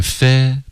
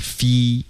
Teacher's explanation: figure 舌根别太高，是 fe 不是 fi · Shown in: first take